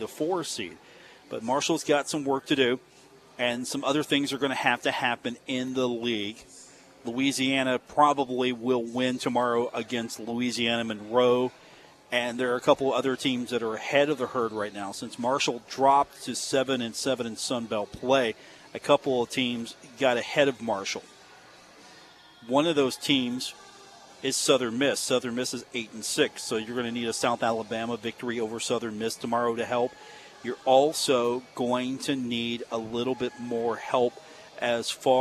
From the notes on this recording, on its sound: was live at Marshall University before the Thundering Herd match-up with the James Madison Dukes on the court at the Cam Henderson Center.